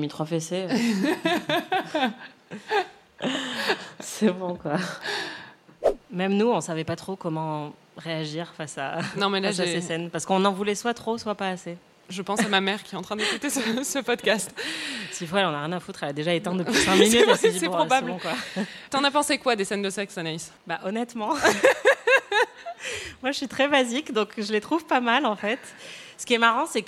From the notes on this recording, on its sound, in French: En direct du Paris Podcast Festival. Enregistré en direct et en public au Paris Podcast Festival, sur la scène de la Gaité Lyrique.